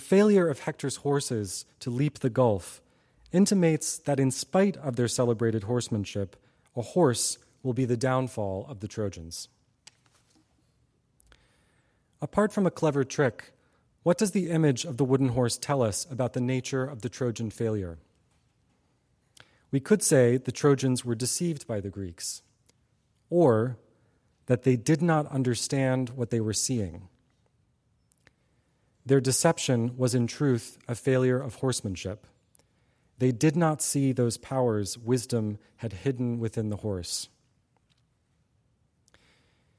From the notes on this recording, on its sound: Audio recording of a lecture delivered on September 9, 2016. As part of the Formal Lecture Series.